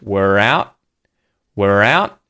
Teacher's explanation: there's linking here between the words were and out. We have that R sound appear and link those two